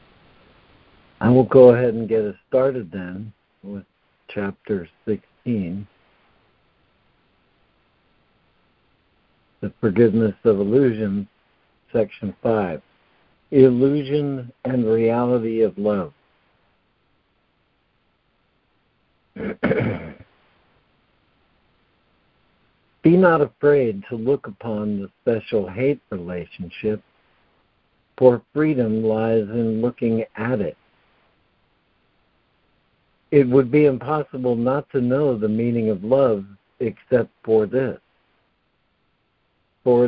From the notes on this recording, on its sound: ACIM Daily Conference Call